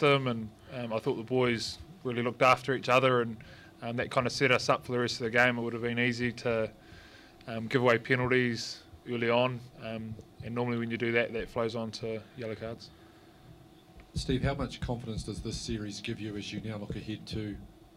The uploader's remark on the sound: PRESS CONFERENCE. After the All Blacks defeated France 49 - 14 in the third and final Steinlager Series Test.